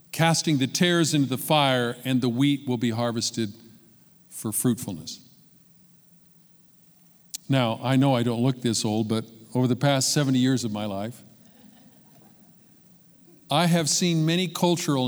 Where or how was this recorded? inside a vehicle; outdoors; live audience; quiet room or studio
live audience